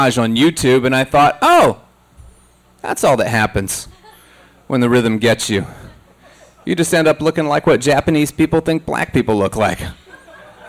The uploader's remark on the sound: The Handlebar in Pensacola, FL. Quit Your Day Job Comedy Tour. Went to the show and recorded the audio for your listening pleasure.